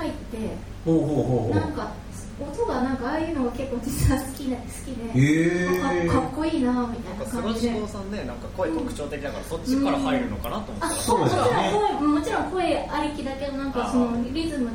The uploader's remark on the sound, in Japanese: ライブ後のライブハウスでの公開ポッドキャスト収録